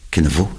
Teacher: Un V bilabial et non pas la biodentale.